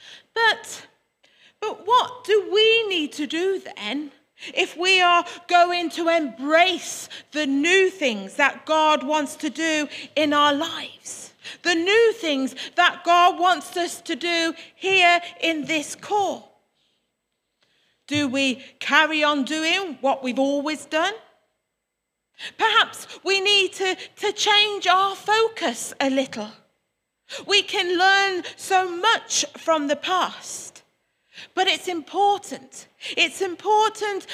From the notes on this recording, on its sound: Worship from Morley Salvation Army, originally broadcast live in February 2021